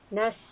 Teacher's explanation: Ayn, like I mentioned, is from the throat. A slight strangulation. Nasta'een. And here we are ending with the letter noon. · Term: letter of the throat